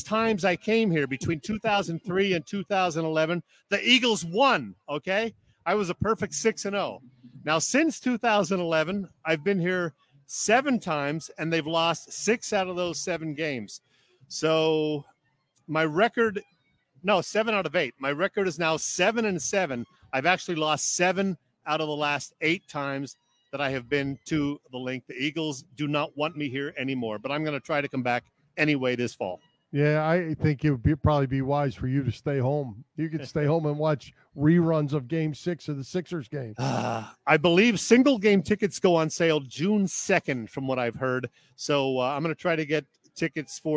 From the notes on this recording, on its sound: Live From the Linc for Women Against Abuse Event. Live from Lincoln Financial Field!